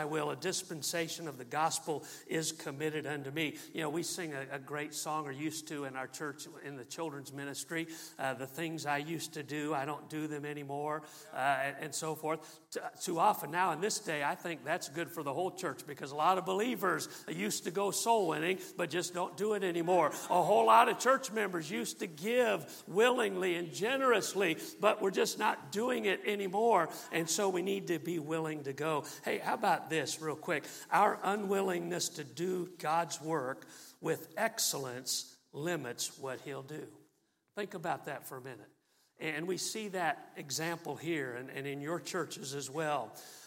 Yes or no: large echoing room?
yes